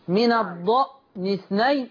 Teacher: من الضأن اثنين واتكت على الهمزة عشان ساكنة